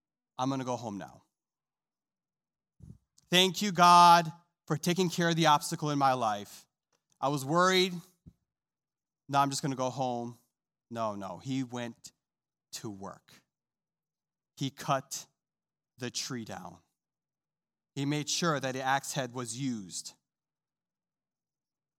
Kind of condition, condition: setting, large echoing room